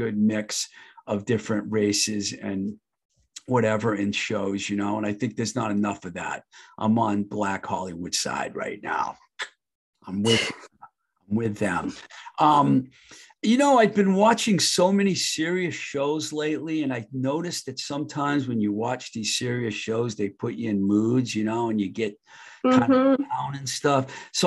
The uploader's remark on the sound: Recorded on Zoom